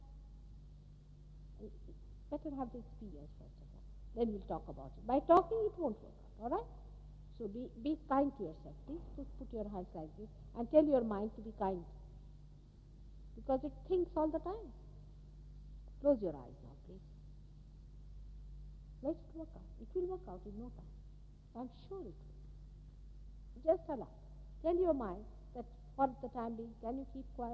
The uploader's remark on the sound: Archive audio. At Caxton Hall, London, England.